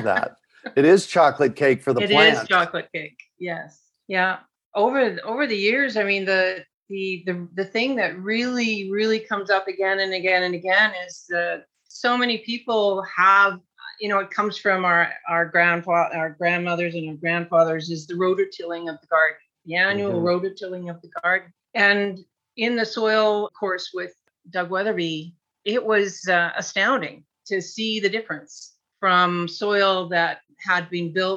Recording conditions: video call